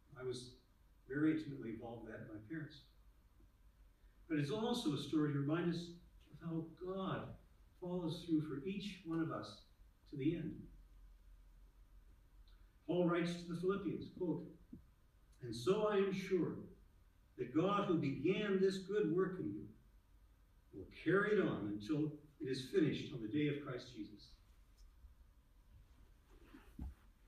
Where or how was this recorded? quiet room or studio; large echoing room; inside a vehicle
large echoing room